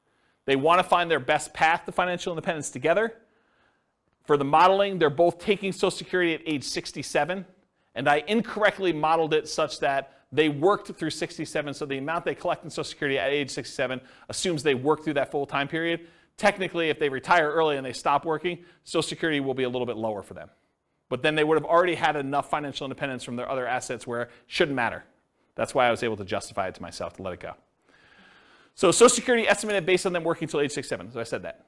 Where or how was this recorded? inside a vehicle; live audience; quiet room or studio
live audience